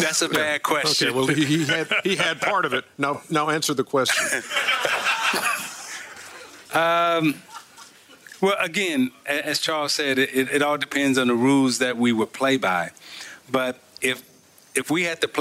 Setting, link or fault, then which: setting, busy venue